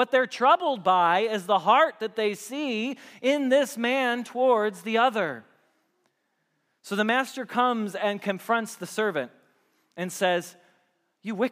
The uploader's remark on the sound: Message Preached at Valley Creek Church